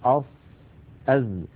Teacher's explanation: يضع رأس لسانه على الصفحة الداخلية للأسنان السفلى ويضغط فينشأ صوت ناتج من اصطدام الهواء بالصفحة الداخلية للأسنان السفلى والعليا ومن بينهما أس نعم أص أز.